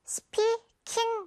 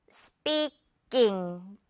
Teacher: 뒷부분에 지금 이 K를요, 우리 살짝 된소리 처리해 줄게요 · Shown in: second take · Speaking 말고요.